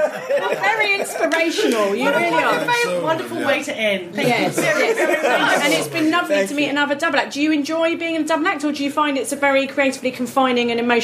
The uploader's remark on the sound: This podcast was recorded live at Camp Bestival, where we did a Scummy Mummies show.